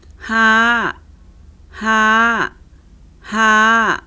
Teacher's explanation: a high rising tone that ends in glottal constriction